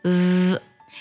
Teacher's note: 你的上牙咬住你的下唇内侧，然后气流呢就从这个缝隙间出来 · Term: 唇齿音